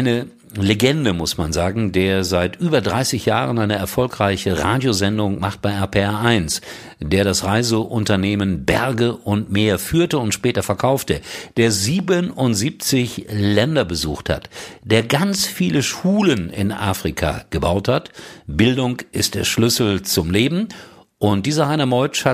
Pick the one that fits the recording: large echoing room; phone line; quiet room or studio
quiet room or studio